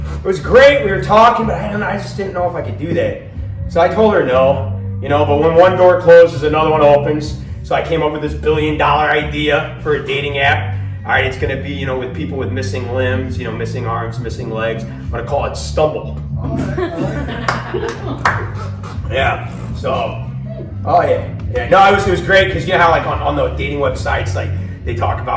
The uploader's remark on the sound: LIVE from CUSUMANOS.